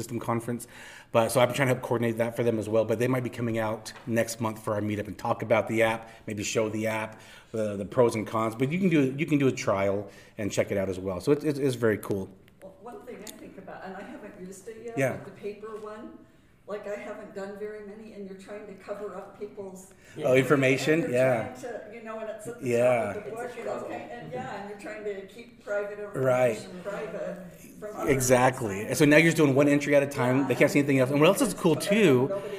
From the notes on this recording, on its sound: This is a live recording from one of my local notary meetups